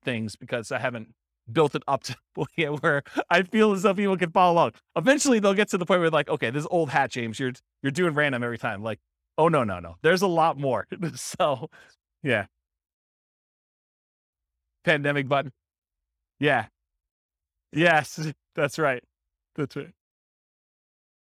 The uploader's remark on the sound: This was a live class recorded